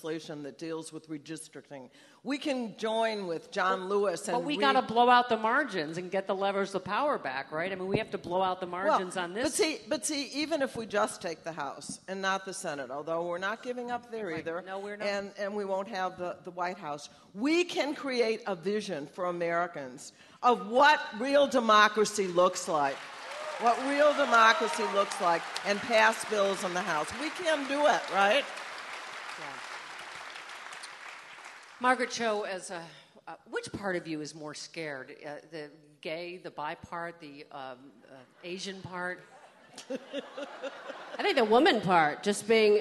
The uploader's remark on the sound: Live from Chicago. Recorded LIVE from the Athenaeum Theatre in Chicago.